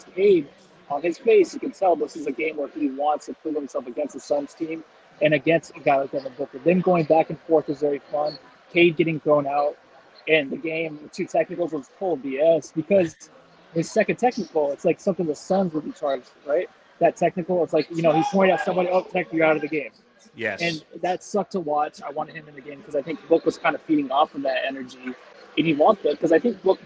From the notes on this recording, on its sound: The guys are coming to you live from Cold Beers and Cheeseburgers prior to the Dallas Cowboys game.